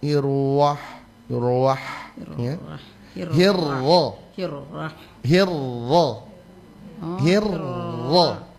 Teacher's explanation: Lalu berikutnya di dalam bacaan huruf ro ya, huruf ro yang bertasydid ya, huruf ro yang bertasydid itu kalau disertai dengan gerakan bibirkah atau gerakan rahang bawah yang turun rahang itu akan terdengar irwah